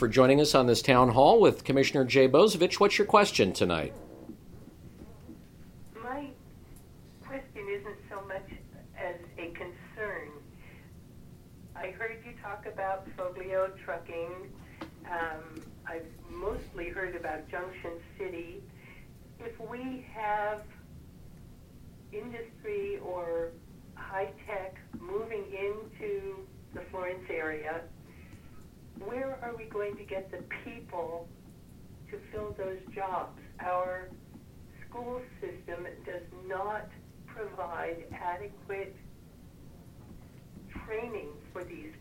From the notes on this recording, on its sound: Telephone town hall meeting. Rebroadcast here on KRBN Internet News Talk Radio.